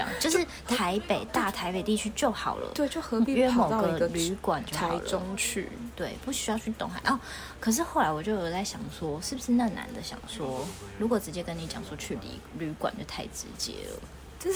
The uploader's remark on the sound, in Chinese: 這次一起見面錄音真的超級開心！有點抱歉可能背景有些雜音。